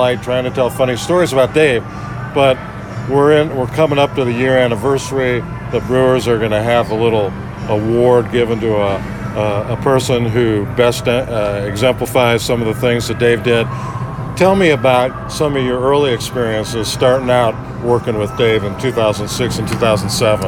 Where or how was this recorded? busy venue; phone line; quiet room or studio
busy venue